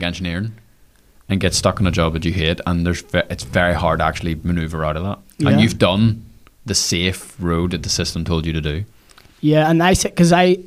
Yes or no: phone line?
no